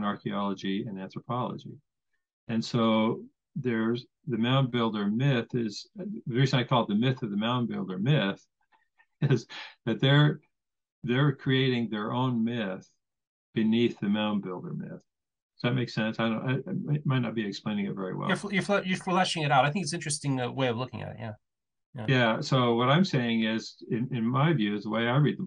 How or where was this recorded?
video call